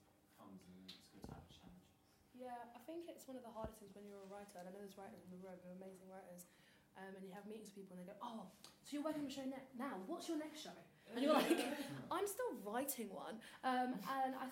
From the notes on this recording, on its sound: I met up and chatted to the creative team of Quarter Life Crisis at Ovalhouse as part of their post show Q&A.